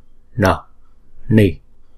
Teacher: N này là có dấu nặng, chúng ta phải uốn cong lưỡi lại và búng ra